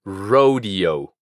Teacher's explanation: Row. Y en vez de decir la E como una E, vamos a pronunciarla como si fuera una I del español. Rodeo. No olvides pronunciar la última O como O.